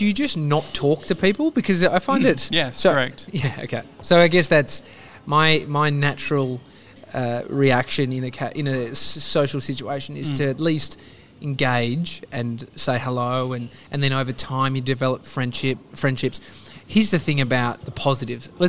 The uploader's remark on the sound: Today we're live from our favourite cafe, Au79!